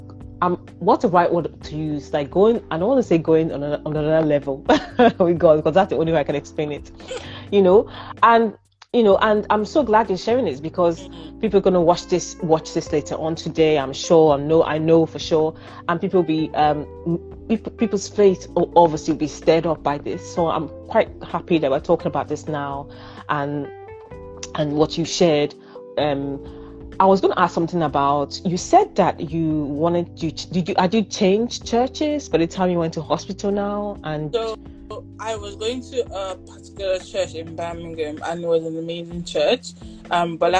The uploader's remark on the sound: an instagram live conversation